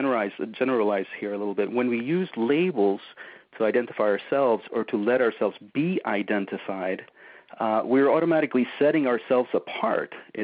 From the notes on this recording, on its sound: On this recording of our August 3, 2010, teleseminar